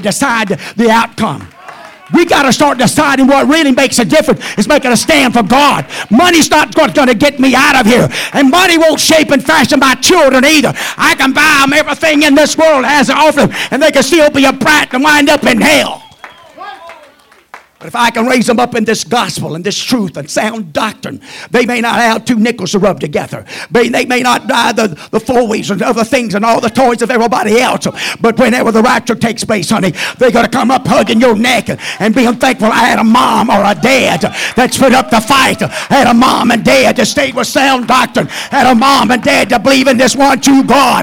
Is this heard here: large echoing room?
yes